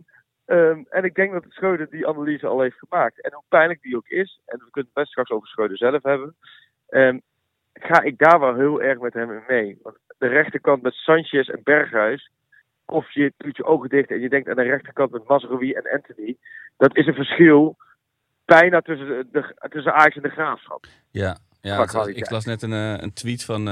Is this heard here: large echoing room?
no